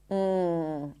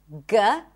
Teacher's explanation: G, it's a velar sound. The tongue blocks the air in the soft part of the throat and the air comes out through the nose. · Shown in: first take · Mm. It's like you're pronouncing an N sound in the back. · Term: NG sound